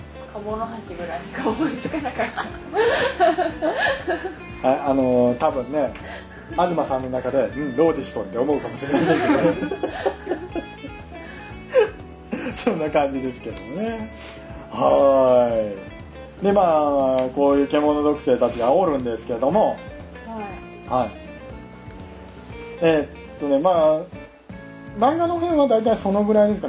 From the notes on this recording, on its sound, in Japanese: イベントの配信です。ムービーカメラでの収録ですのでノイズ入ってます。